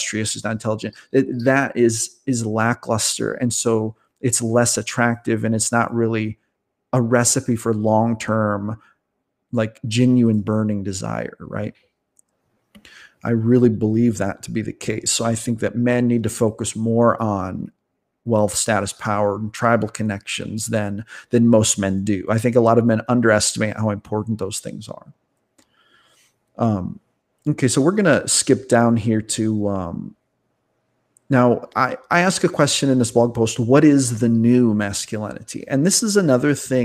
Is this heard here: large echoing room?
no